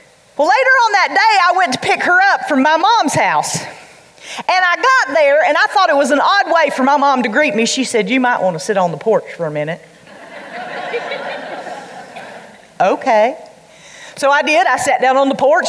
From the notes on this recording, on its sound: during The Girl Talk Live event in Hickory, NC.